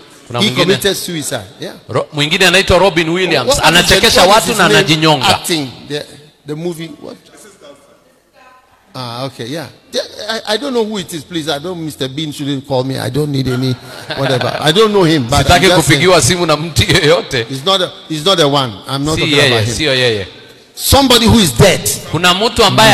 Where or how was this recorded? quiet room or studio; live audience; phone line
live audience